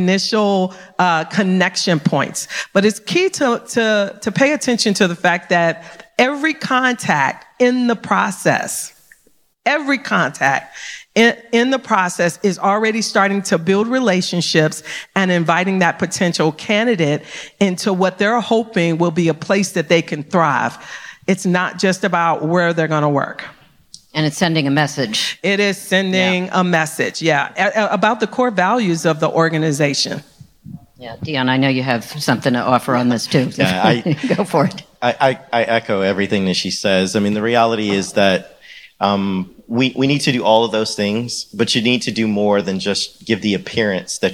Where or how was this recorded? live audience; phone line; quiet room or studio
live audience